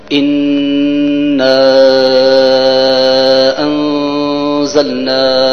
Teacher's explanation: أنزلناه، فيها حكم النون الساكنة، والحكم هنا هو الإخفاء. إذا نخفي النون الساكنة بمقدار حركتين، بغنى بمقدار حركتين في حرف الزاي الذي يعتبر من حروف الإخفاء.